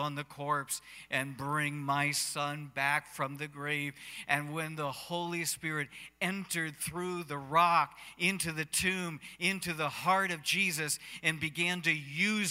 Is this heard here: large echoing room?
yes